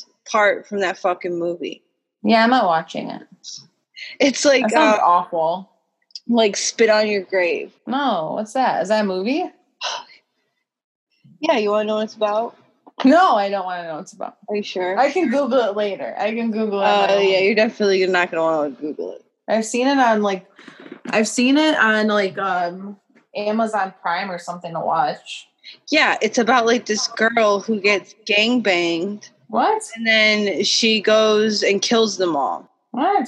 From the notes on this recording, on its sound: Taking it back to the ole’ Zoom chat this week so forgive any audio difficulties. Technology scorns us during this pandemic.